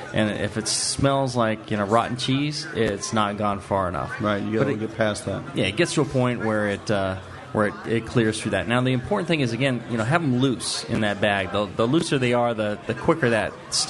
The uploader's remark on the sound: The 2009 national Homebrewers Conference in Oakland. This is a live question and answer show. From the hospitality suite at the conference. Festival attendees and listeners were able to ask the brewing questions they've always wanted answered from our two experts.